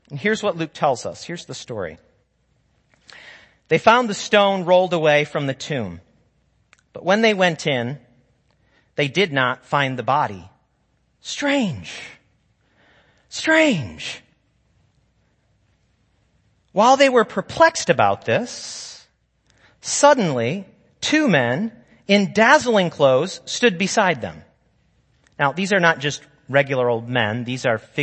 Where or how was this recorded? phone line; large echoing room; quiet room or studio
large echoing room